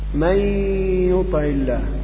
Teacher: تقول مثلا في الإدغام من يطع الله، فالياء هنا مشددة، ياء النون أضغمت في الياء فأنا أنطق ياء مشددة، يرتفع بهم اللسان ارتفاعة واحدة